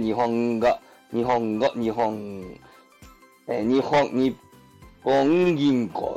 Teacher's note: ギとかグーとか来るときは日本語、日本語、日本、え日本、日本銀行とかね、そういうのが来るときは NG のやつが来ると決まってるんですよ